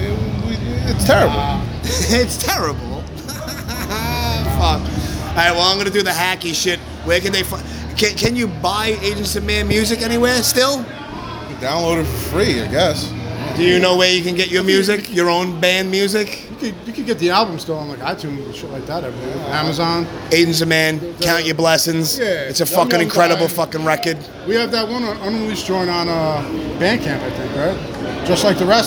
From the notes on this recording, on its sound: Live from This Is Hardcore 2018. In a very loud and chaotic backstage area at This Is Hardcore 2018. With a little side conversation.